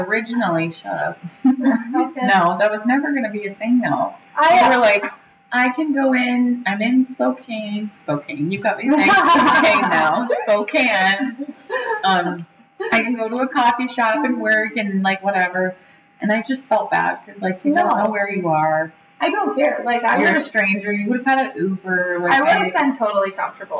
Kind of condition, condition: fault, poor sound quality